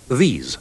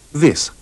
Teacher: nella prima parola il suono della vocale è molto più breve · Shown in: second take